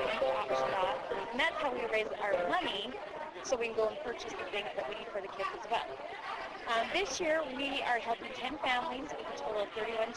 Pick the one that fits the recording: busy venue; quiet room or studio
busy venue